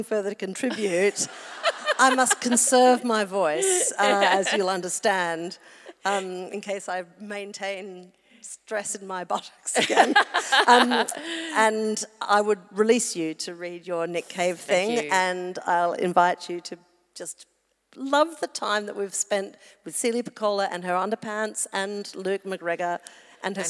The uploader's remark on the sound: The Chat 10 Looks 3 live show at Hamer Hall, Melbourne.